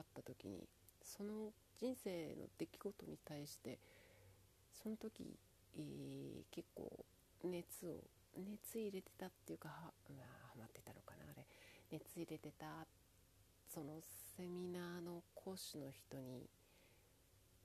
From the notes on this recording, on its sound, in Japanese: 音声かなり小さい。